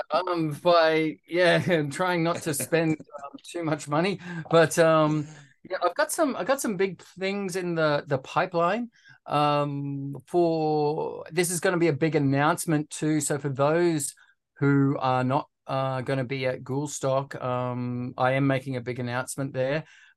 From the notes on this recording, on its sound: Sits down over Zoom with local Brisbane artist.